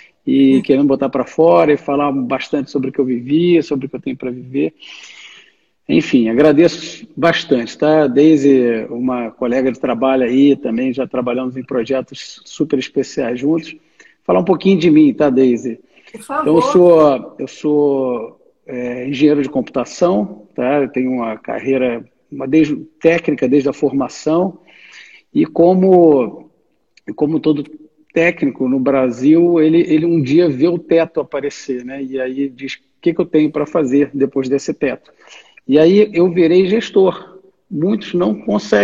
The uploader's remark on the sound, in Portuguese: Live exibida no dia 22/07/2020, no Instagram.